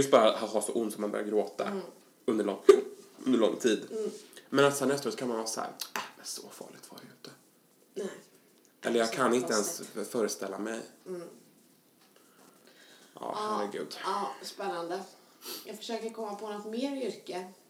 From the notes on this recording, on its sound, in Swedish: Vi är tillbaka med lika dålig ljudkvalitet som vanligt